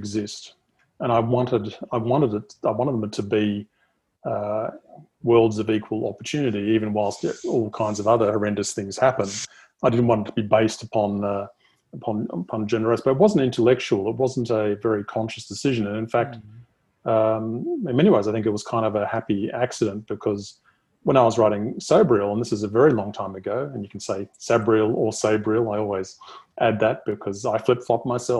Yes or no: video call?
yes